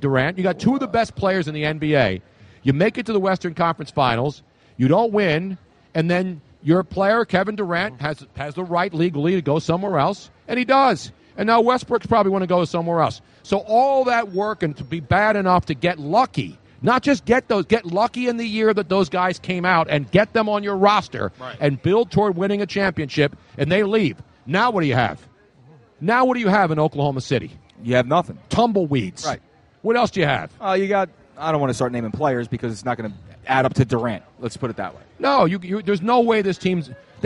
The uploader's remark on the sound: LIVE from #DNC SPhilly After Party